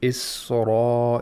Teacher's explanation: the tongue is moving to the place of articulation of ra · Term: ikhtilas